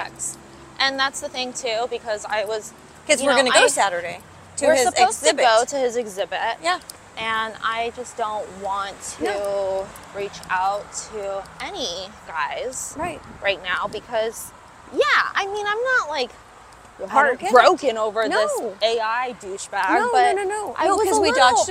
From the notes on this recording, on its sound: Walking the streets of LA